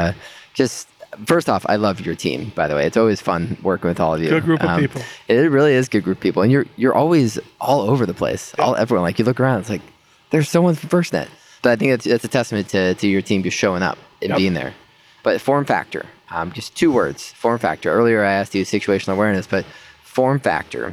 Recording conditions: busy venue